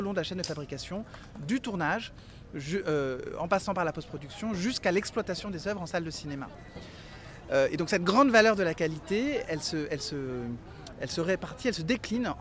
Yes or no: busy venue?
yes